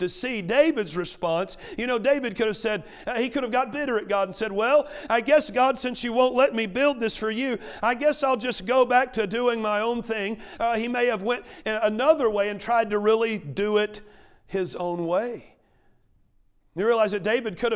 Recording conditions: large echoing room